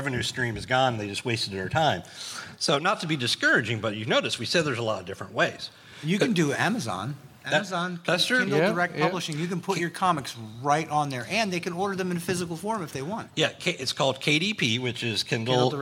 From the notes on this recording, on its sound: An independent comic creator panel LIVE from FanExpo Philadelphia